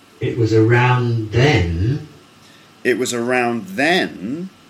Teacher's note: Now the next one is a fall rise. So it goes down and then up. Okay, down first, then up. And you get a then sound like this.